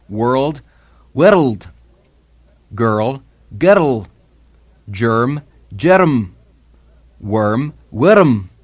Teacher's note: when the trilled R comes immediately before M or N or L, you'll sometimes have an intrusive schwa sound so that you have not world, world, but world, world.